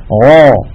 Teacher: تعمدت أن أضغط صوتها إلى قبة الحنك فصار الصوت له صدى · Term: التفخيم